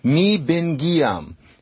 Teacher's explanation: Instead of give, it's gi, and that leaves off the final consonant, and then you have am.